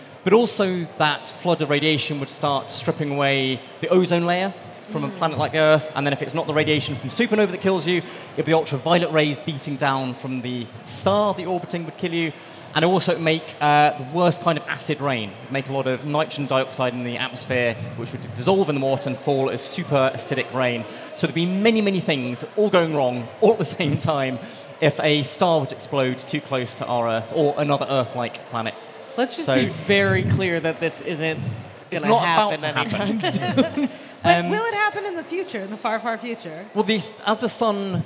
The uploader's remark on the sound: In a special bonus edition of Dead Planets Society, recorded on stage in front of an audience at New Scientist Live.